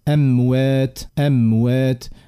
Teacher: اموات اموات، ما نعملوش اخفاء، ام لازم الشفتين يتسكروا بالقدا، بعد نعطيوها البينيه نتاعها ميم ساكنه، وبعد نتعداو للواو